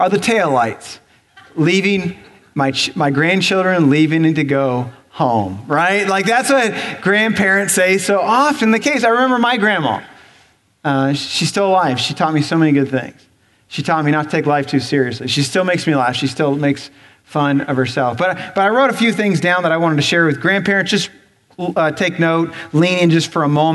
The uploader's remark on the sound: Recorded on November 12, 2017 at Graceland Baptist Church in New Albany, Indiana.